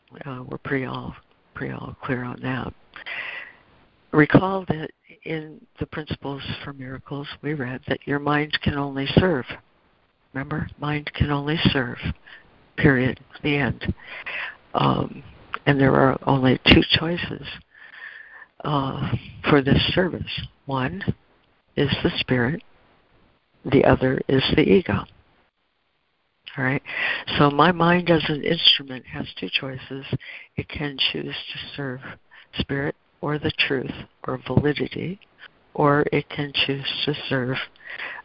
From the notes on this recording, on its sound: ACIM Daily Conference Call